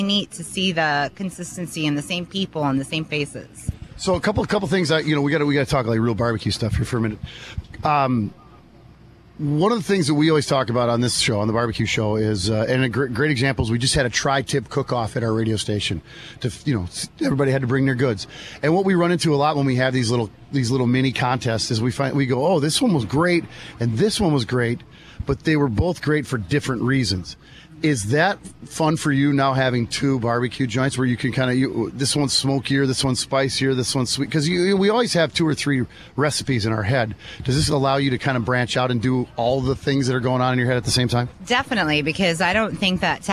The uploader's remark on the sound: This episode was live from Mankato's annual RIBFEST celebration in Riverfront Park.